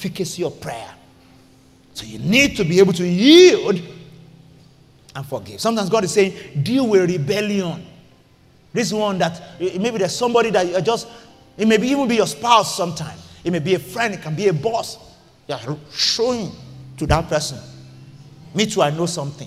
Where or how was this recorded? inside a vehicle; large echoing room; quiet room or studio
large echoing room